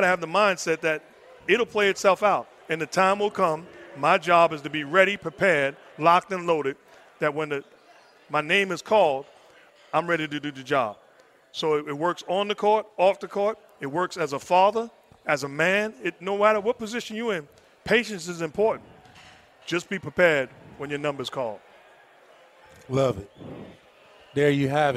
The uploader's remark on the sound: Recorded at Summer League